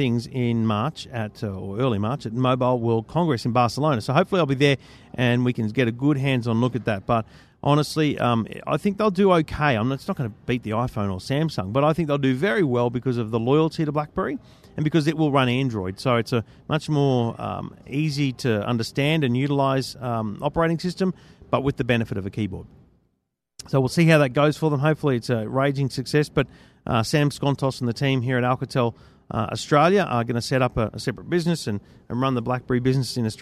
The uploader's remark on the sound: In the first of two special episodes live from CES. We head over to Netgear's showcase.